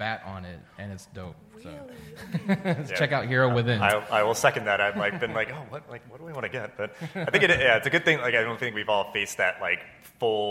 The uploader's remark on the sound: This week’s episode is the live recording of the panel I was on at SDCC 2019